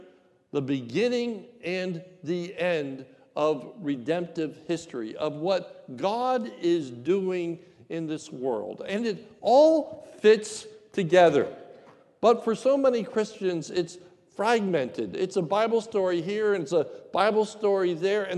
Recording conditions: large echoing room